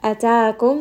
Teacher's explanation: It's a little bit of that sharp sound coming from the lower throat. · Term: hamza